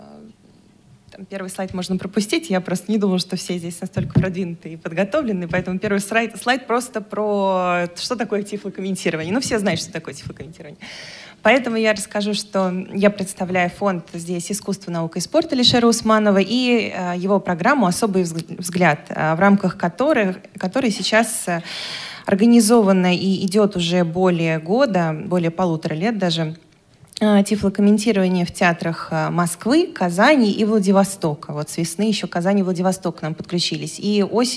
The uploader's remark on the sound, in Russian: Международный образовательный реабилитационный форум ВОС «Интеграция 2018». Аудиозапись работы круглого стола.